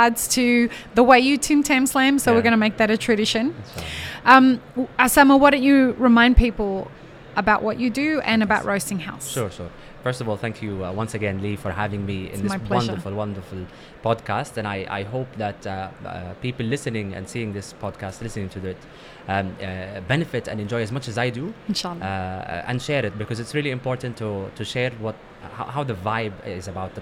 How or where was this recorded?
busy venue